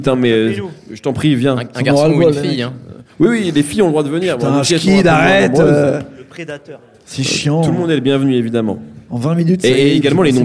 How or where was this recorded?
busy venue